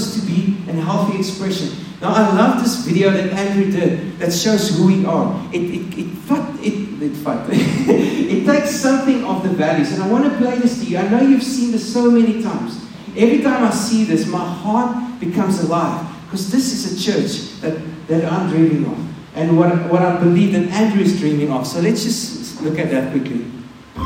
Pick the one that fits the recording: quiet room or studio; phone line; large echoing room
large echoing room